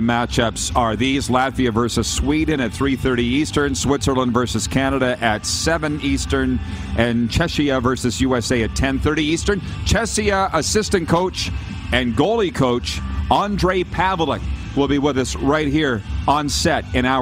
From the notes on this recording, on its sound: Live from the World Junior Quarter-Finals. Back for Week 2 LIVE from inside Rogers Place in Edmonton, Alberta - site of the 2022 World Junior (2.0) championships!